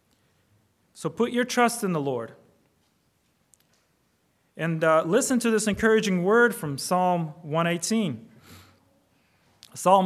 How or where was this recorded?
large echoing room